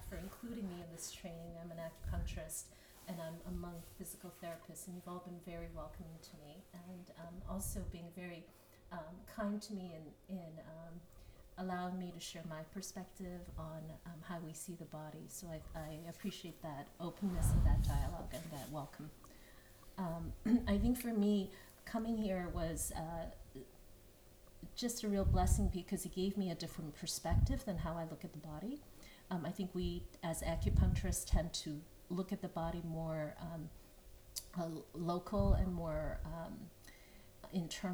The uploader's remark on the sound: Audio in the first minute. We had this discussion in Phuket Thailand after a course.